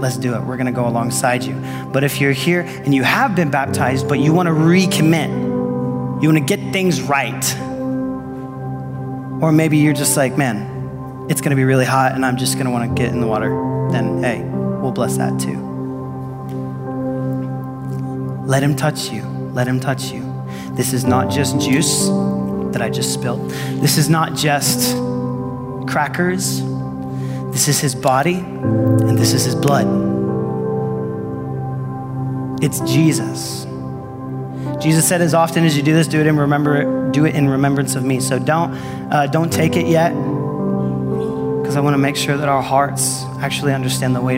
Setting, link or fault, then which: setting, large echoing room